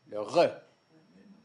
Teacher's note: Parmi ces consonnes d'arrière qu'on n'a pas, ou en tout cas qui sont problématiques pour le cas du français, c'est ce qu'on appelle les consonnes rhotiques, le R. Phonétiquement, le R du français, c'est une uvulaire.